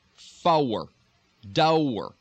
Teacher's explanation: Sometimes in real heavy Texas dialect, you'll almost get a long O.